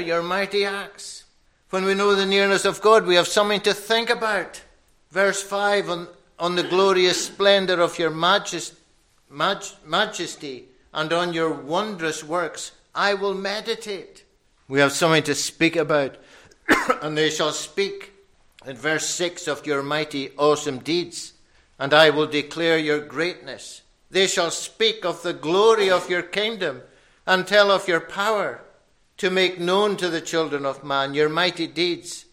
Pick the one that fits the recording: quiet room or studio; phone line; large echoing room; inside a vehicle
large echoing room